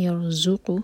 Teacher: زا پر buzzing sound